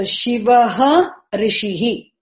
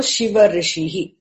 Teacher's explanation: So, Shivaha Rishihi. In Sandhi rule, Visarga has dropped · Shown in: second take · so Shiva Rishihi.